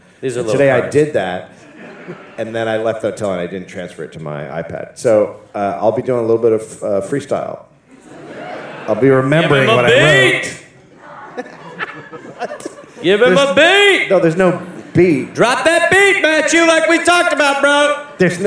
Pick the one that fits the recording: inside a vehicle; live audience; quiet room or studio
live audience